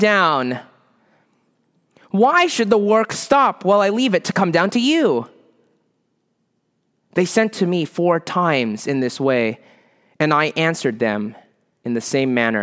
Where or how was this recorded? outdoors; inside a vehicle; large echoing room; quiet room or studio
large echoing room